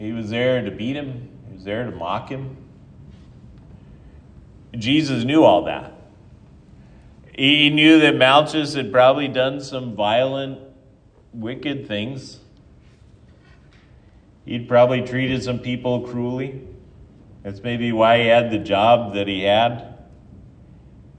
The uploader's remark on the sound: Ash Wednesday sermon. At Triumph Lutheran Church, Ferndale, Washington.